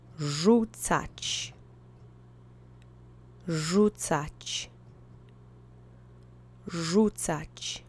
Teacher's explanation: The accent is on the first syllable.